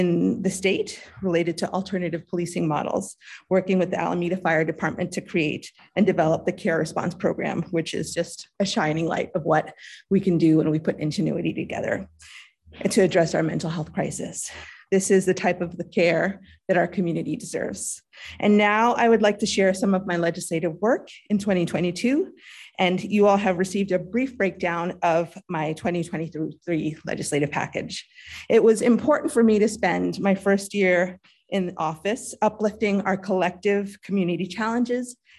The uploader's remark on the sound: 2023-06-06 City Council Meeting - ZOOM